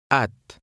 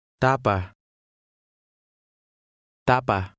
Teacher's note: Notice that the Tagalog T sounds almost like a cross between a D and a T. Consonants in Tagalog are generally more muted or softer than in English.